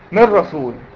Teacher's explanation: ادخل النون في الراء لكن ما اعملش غنة · Term: ادغام بدون غنة